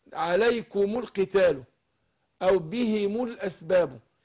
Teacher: فحركت الميم بالضم للتخلص من التقاء الساكنين · Term: ميم الجمع